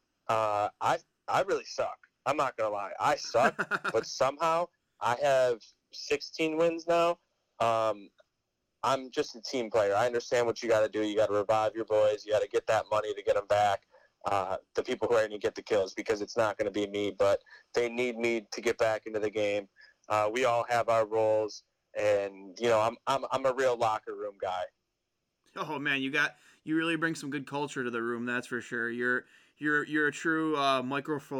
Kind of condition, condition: link, phone line